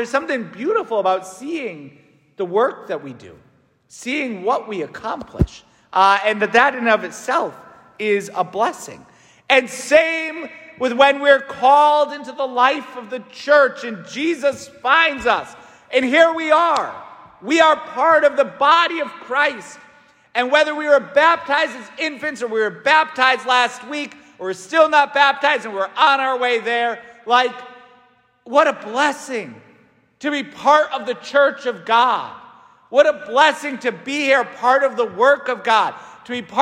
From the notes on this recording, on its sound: St Francis Catholic parish homily preached by Fr.